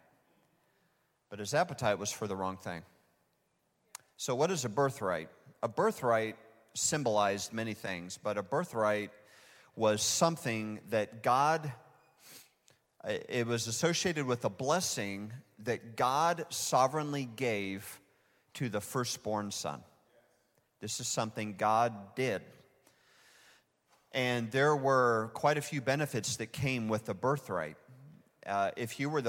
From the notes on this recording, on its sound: Recorded live at Hope Church in Springfield, Mo.